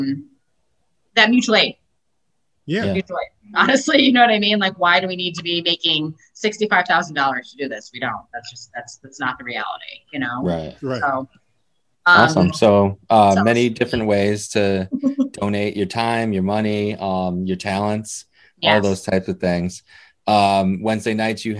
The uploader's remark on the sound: Recorded Live on Zoom 6/28/2021